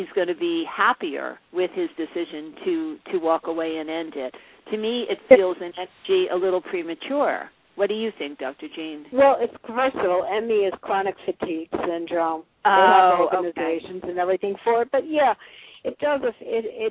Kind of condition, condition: link, phone line